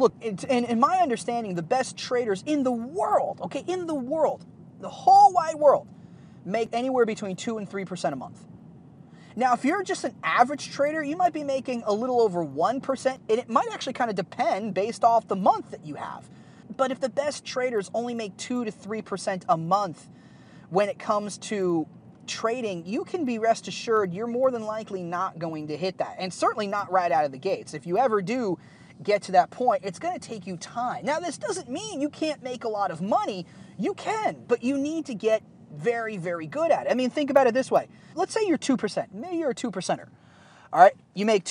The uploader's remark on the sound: the audio isn't the best as I was recording this episode in the car